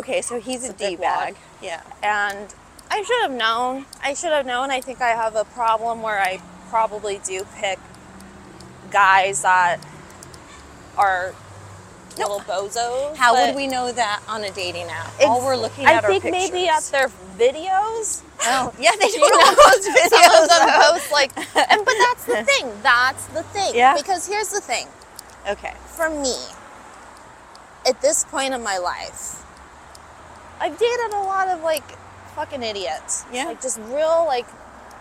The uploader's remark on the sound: Walking the streets of LA